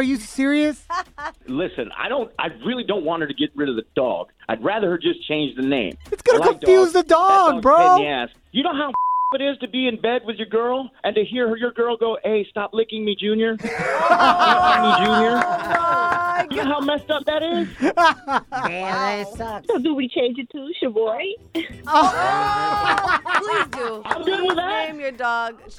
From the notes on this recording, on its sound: we opened up the phone lines to help out a listener